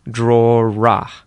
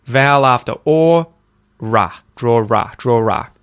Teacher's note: if we're linking to another vowel after it in Australian English, we have to insert an R sound to link them